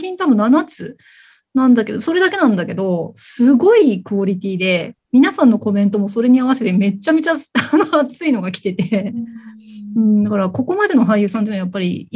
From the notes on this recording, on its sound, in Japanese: zoom座談会で語りました！